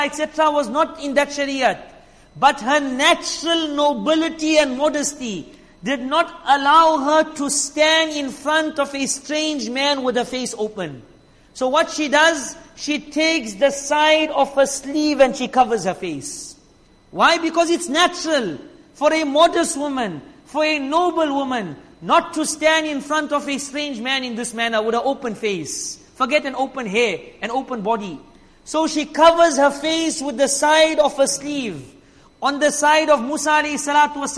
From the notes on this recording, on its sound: Jumuah lecture